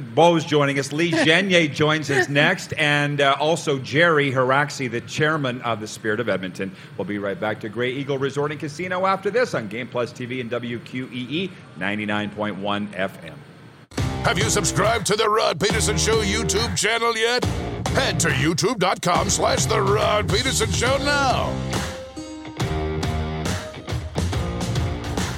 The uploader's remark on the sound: LIVE at the Grey Eagle Casino in Calgary